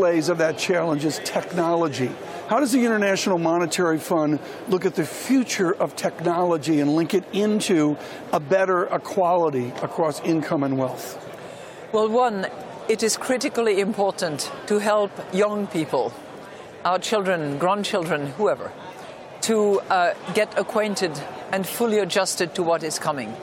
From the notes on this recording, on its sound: Live from the World Bank/IMF Meetings in Washington DC.